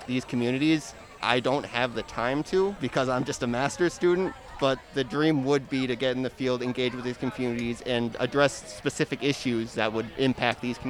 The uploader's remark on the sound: This episode took place live at the COGS Fall Welcome Back event.